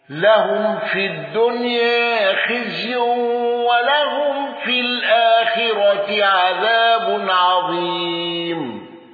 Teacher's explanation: الأزرق بتقليل الدنيا وثلاثة البدل وأوجه العارض